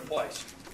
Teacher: So he says that A in a kind of retracted way.